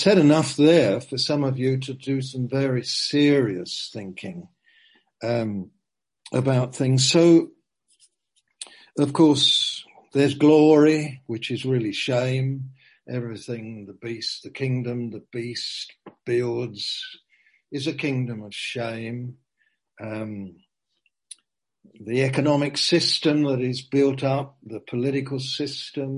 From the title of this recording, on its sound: Zoom